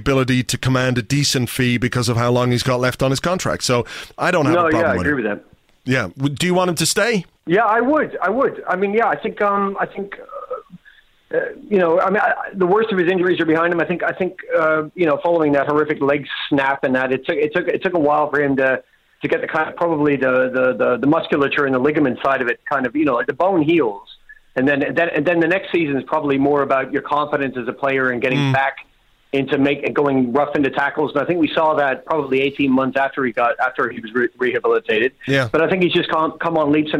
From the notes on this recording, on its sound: Telephone calls (and some Skype calls too). Today's show is a call-in show, recorded last night. I answered calls at random.